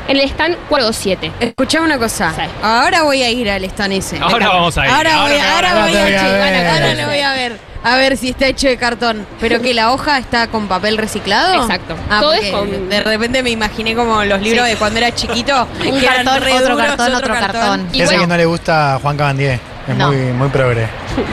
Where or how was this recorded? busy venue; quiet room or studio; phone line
busy venue